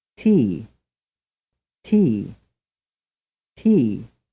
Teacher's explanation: The English consonant in this word is followed by a puff of air. · Term: aspirated